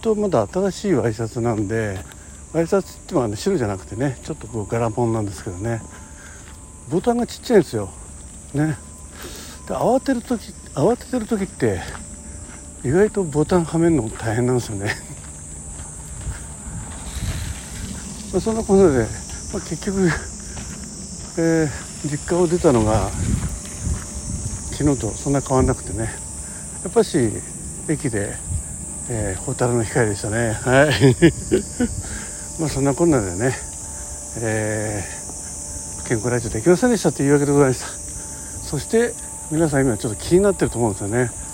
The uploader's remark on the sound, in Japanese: 歩きで施設点検。移動中やることないので収録してます